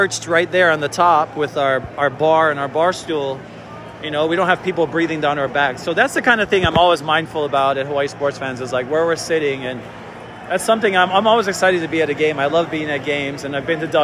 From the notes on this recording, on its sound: LIVE from the NL Wild Card Game. Seventh inning stretch time here at Chavez Ravine as the MLB #postseason kicks off in the National League.